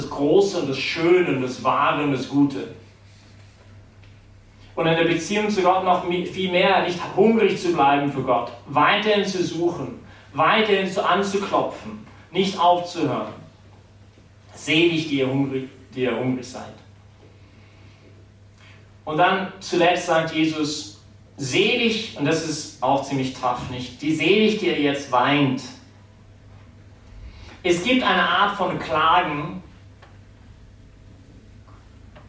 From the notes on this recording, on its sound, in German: die Predigt wärhend der BeFree Messe gehalten